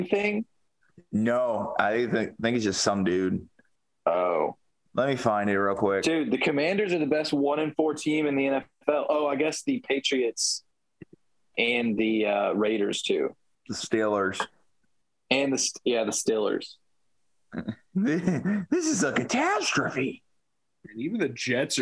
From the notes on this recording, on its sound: This is our first podcast via Zoom.